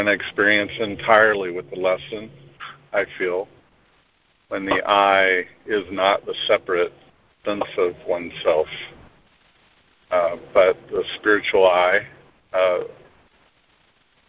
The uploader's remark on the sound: ACIM Daily Conference Call